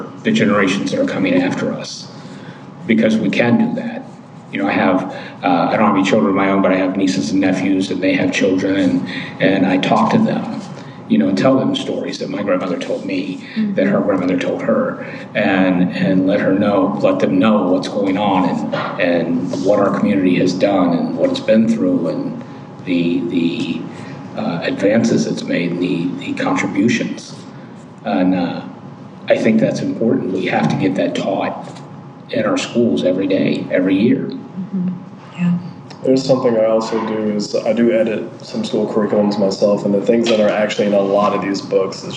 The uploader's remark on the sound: Live from the Cincinnati Playhouse